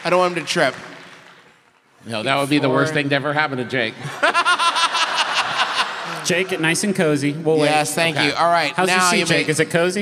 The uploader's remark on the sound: live performances at the King’s Theater in Brooklyn